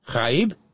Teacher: Because the AI is not a diphthong. You pronounce each vowel I-E.